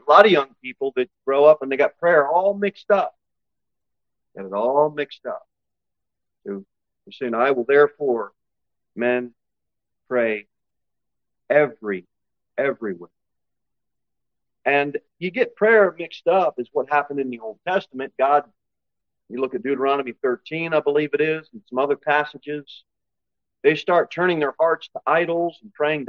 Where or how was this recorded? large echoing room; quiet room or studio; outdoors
large echoing room